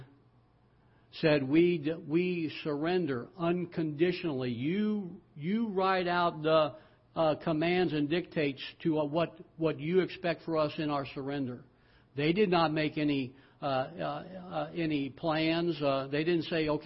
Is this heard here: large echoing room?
yes